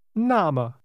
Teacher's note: Say, in that case, or then, using two falling tones.